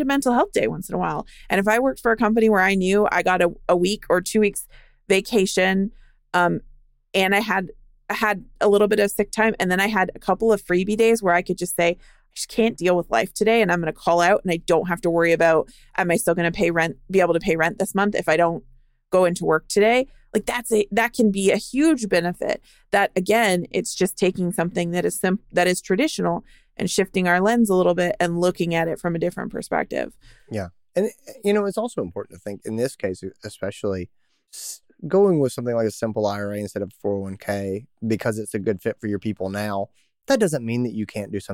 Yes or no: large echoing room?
no